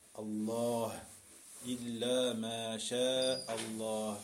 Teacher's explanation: On peut entendre quand même le ha qui est sakina.